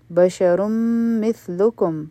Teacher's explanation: په بشرون کې چې کومه را ده دا به غټه ویلې کېږي